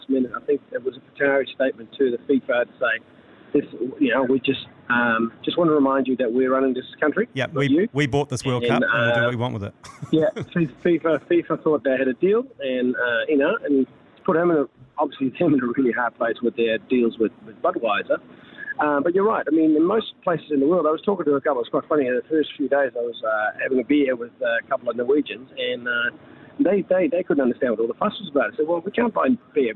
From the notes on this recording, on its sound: On The Bus Home From France Vs Morocco. Live on his way home from the France Vs Morrocco game.